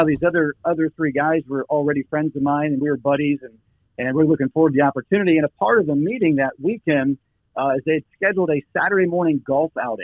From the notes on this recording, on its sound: by way of phone